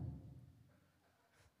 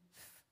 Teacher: You can see that P turns into V, and V turns into F. So you got a bit of a sharp plosive sound, a p, that turns into a sound with a bit of voice, v, that turns into a sound with a bit of friction, f.